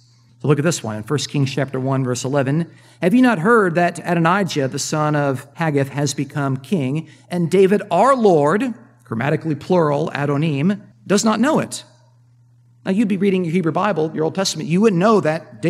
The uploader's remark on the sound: Presentation from the 2022 UCA Conference.